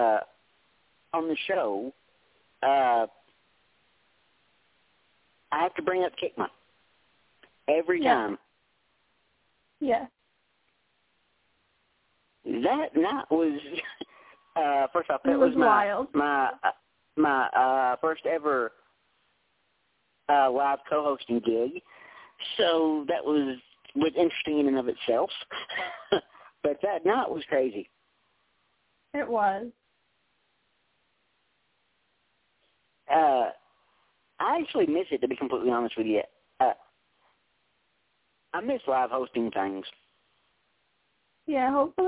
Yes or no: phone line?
yes